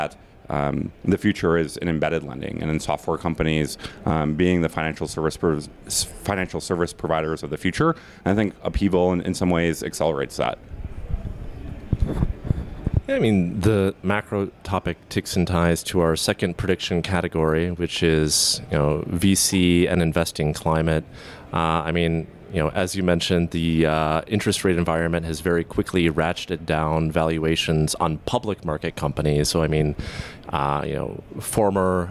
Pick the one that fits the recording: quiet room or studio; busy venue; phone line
busy venue